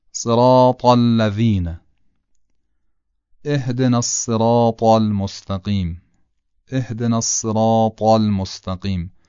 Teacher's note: تی دو نقطه خب تی معمولی است که در فارسی به کار میبریم، حالا همین تی دو نقطه رو بیایم غلیظش بکنیم میشه طا. یعنی تلفظ از همون جایی صورت میگیره که تی دو نقطه صورت میگیره، با این تفاوت که طا درشته اما تی دو نقطه این درشتی رو نداره